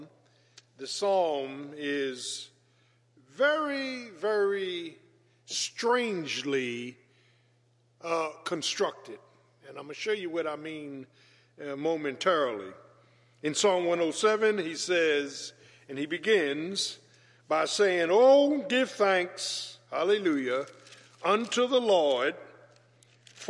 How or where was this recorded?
large echoing room